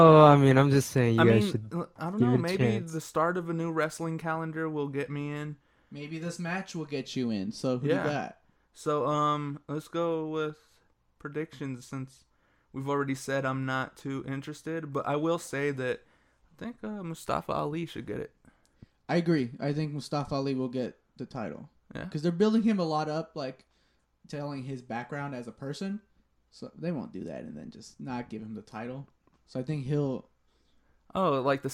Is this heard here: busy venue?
no